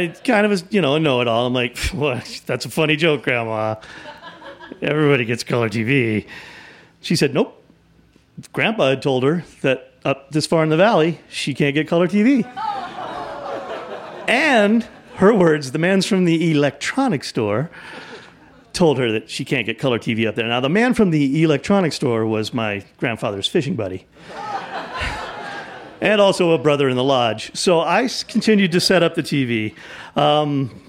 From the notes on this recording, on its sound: In front of a live audience at Buntport Theater in Denver, Colorado.